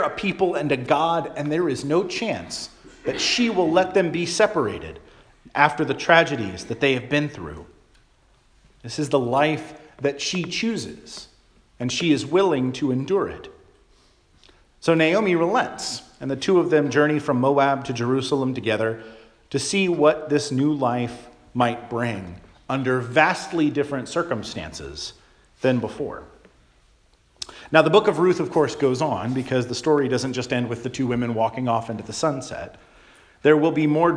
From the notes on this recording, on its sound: Charles Anglican Cathedral, Bremerton, WA.